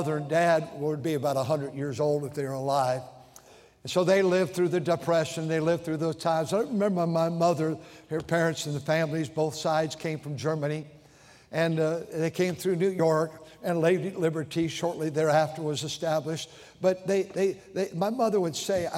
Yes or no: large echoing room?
yes